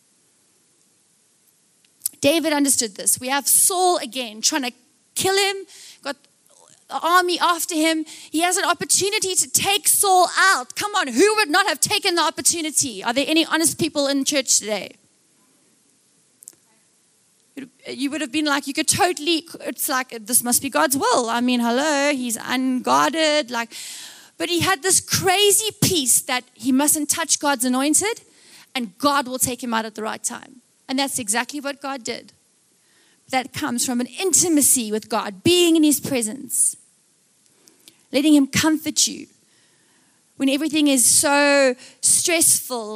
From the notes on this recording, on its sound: Recorded live.